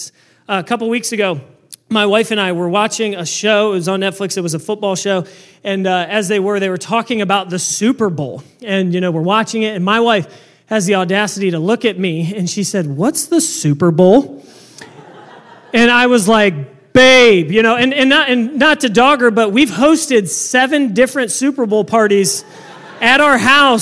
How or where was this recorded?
large echoing room